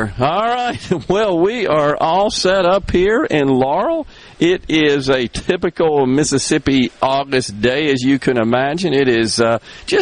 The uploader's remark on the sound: LIVE from Laurel, MS at the Sportsplex for The 2021 Dixie National World Series